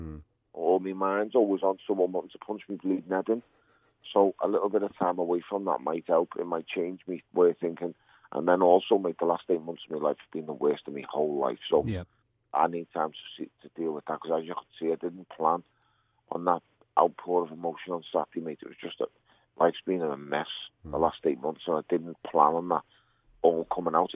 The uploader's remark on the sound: A PHONE CALL.